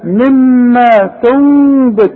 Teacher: اوعى تضم شفايفك، اوعى تقول لي تنبت، واوعى تقولها لي نون خالصة، اوعى تقول لي مما تنبت، لا هيحصل انفراج في الشفايف هنا خلاص. · Term: الاقلاب